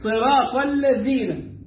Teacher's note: إنما عندك الثاء تفرق بينها وبين السين بإخراج طرف اللسان، والذال تفرق بينها وبين الزاي بإخراج طرف اللسان